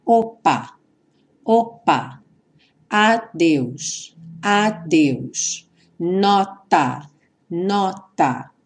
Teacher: no P do opa, no D do adeus e no T do nota, há uma interrupção breve do som · Term: consoantes oclusivas